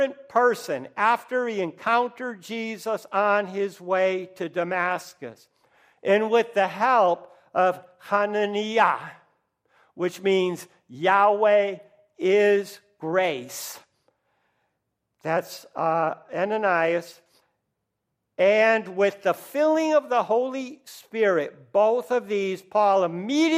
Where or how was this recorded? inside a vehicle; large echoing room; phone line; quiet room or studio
large echoing room